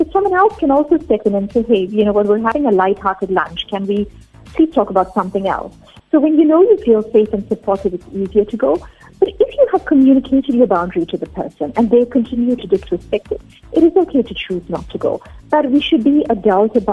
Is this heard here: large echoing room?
no